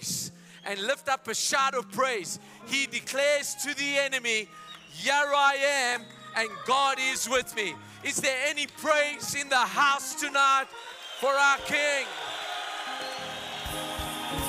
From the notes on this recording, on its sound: Men Of Hope Conference 2022 Day2 Message